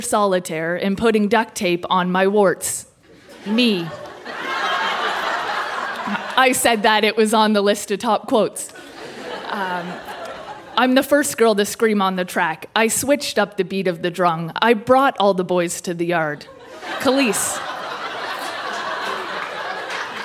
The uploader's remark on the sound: Recorded live at The Gladstone Theatre in Ottawa.